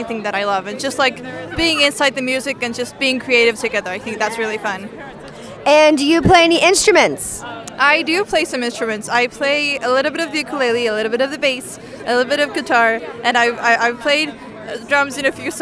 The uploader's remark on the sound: While at Fusiondary, I walked around with a microphone and recorded what some attendees had to say. I talked to people from seven different countries.